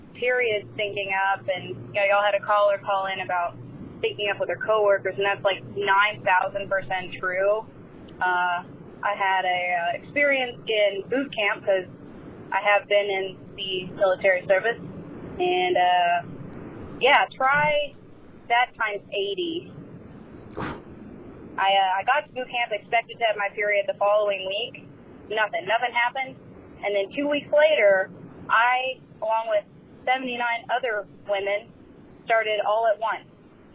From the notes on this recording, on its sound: Phone calls.